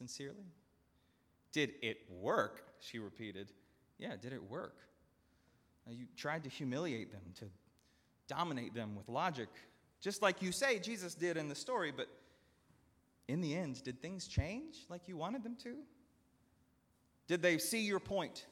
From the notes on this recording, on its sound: at Northminster Church on August 25, 2019